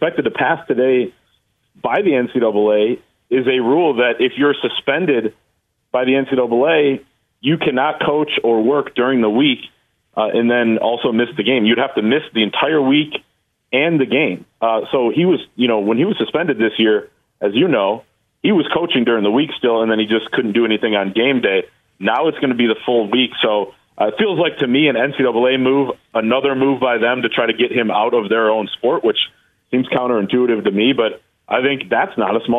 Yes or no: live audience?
no